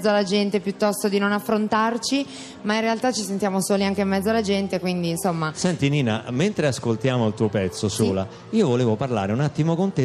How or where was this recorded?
busy venue